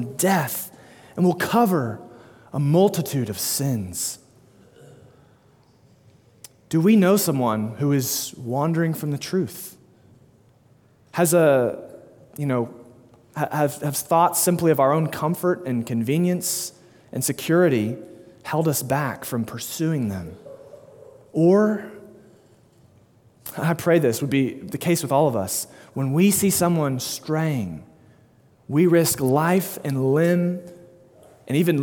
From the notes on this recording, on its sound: delivered 6/12/2022 at Immanuel Baptist Church, Springdale, AR